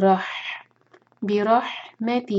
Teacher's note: برحمتی کا راہوی اور حا کو حلق سے نکالیں گے